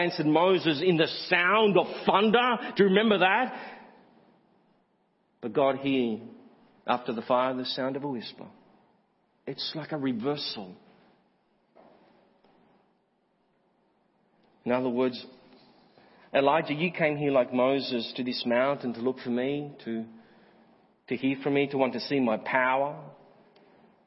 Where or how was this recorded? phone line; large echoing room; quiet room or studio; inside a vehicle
large echoing room